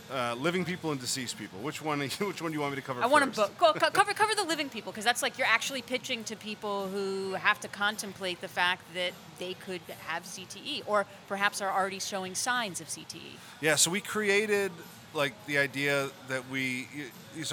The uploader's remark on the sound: Live from Fenway Johnnie's in Boston!